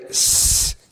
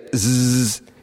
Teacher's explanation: So if I say s and I say z, you can hear that s has a much higher frequency than z